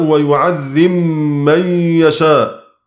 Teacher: والباء في ميم يعذب من، الباء تدغم في الميم بعدها